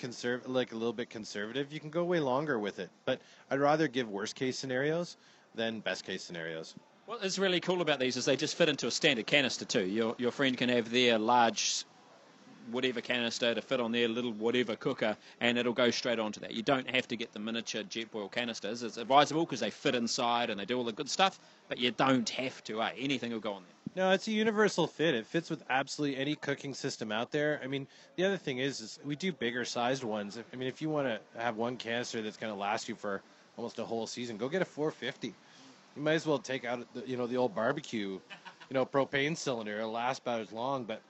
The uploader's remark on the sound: Audio is not great! At a pub again. Sorry the audio is a little off (SHIT IN OTHER WORDS), somthing was not working as well as it should!!!